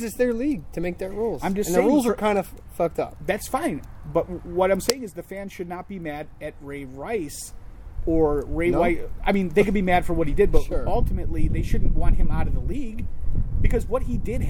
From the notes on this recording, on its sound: HOPEFULLY IT WILL BE THE LAST ONE WE RECORD OUTSIDE